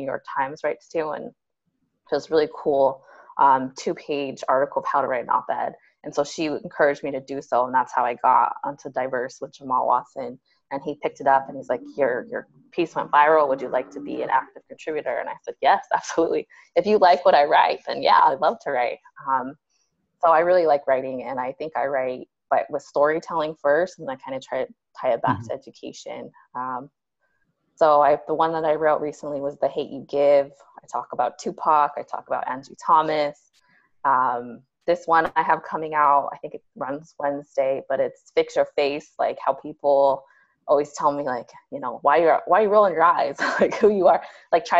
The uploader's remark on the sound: On this episode, I Zoom